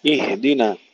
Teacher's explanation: سكن الهاء مع الهمس بدون قلقلة